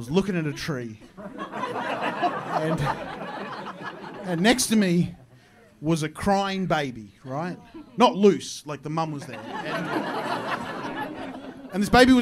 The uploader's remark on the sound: My live show. Recorded at Comedy Republic.